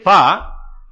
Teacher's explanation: When I say pa, the pa is, you know, it is originating the lips, and that is a sthanam. And then the sound when it comes, there is a karanam.